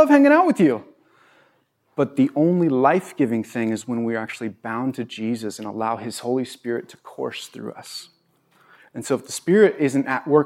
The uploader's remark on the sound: At Bethel church in Ridgefield, Wa.